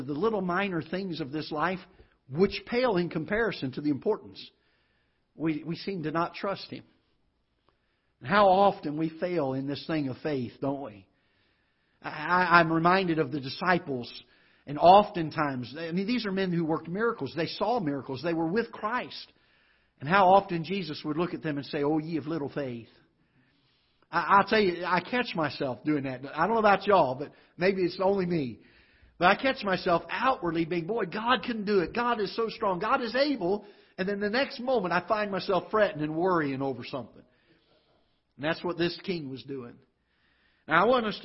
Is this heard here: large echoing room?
yes